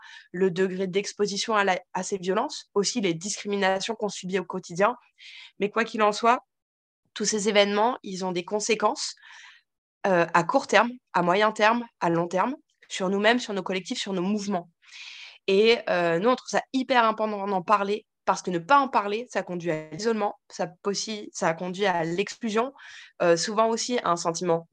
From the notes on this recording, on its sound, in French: Le collectif Bassines Non Merci nous a demandé de diffuser le temps de brief en visio sur les question de base arrière de la mobilisation de ce week-end.